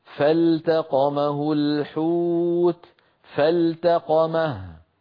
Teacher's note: فلم يروي أحد من القراء لنا أبدا إدغام هذه اللام في التاء، يعني لم يروي أحد فالتقمه الحوت أبدا، وإنما أظهرها بقوله فالتقمه الحوت فالتقمه، وهو كما نرى على اللوحة وهو أيضا من المتقاربين وبالإظهار كذلك.